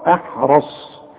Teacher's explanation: احرص الراء مفخمة والصاد مفخمة